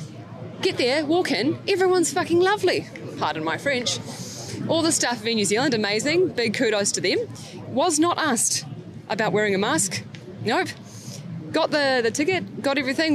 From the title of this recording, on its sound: On Location at the Wellington Freedom Village Protest Site